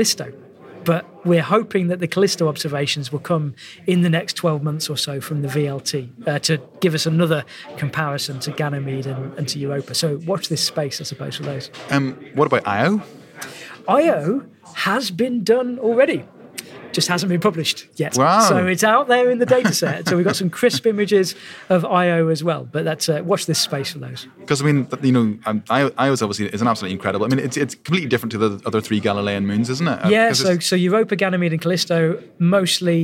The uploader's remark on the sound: This podcast was recorded at the International Astronomy Show 2022